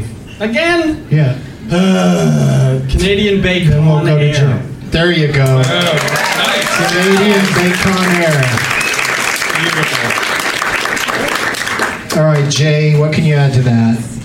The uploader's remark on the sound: Live from The Comedy Mix in Vancouver, BC, Canada